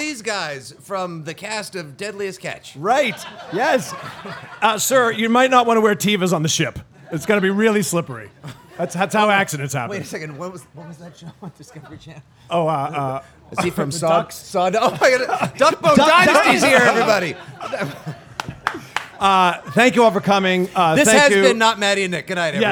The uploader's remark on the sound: Recorded live on 4/20 at Sanctuary Medicinals in Gardner